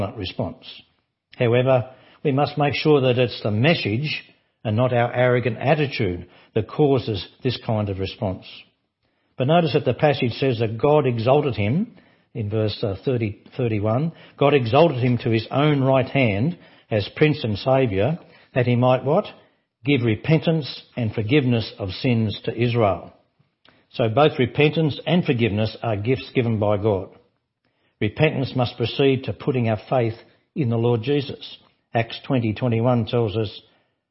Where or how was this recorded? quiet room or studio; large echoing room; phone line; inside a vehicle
large echoing room